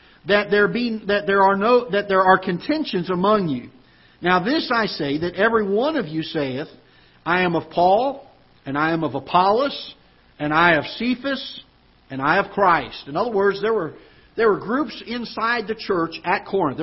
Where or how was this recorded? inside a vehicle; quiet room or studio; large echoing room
large echoing room